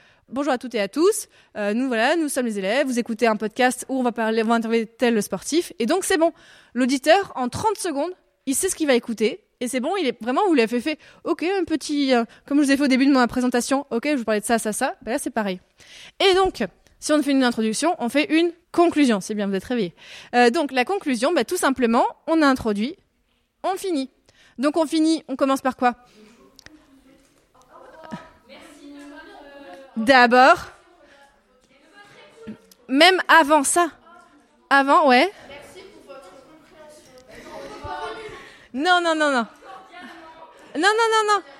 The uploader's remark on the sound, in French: Durant la semaine de la presse 2023. Une captation de sa Master Classe devant les classes de 5Fa et 5B.